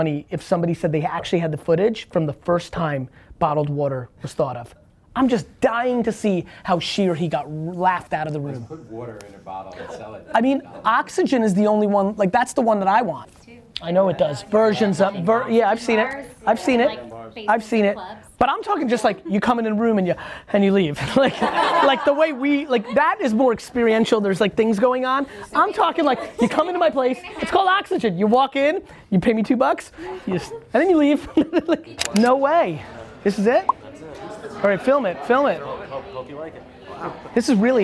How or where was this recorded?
live audience